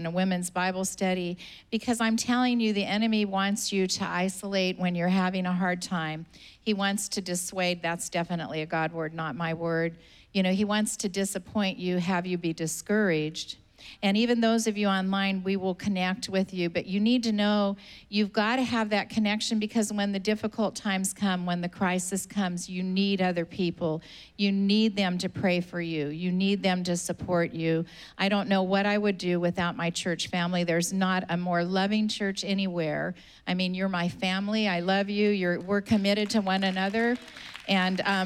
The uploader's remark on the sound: Was preached on May 9th at the 11:30AM service.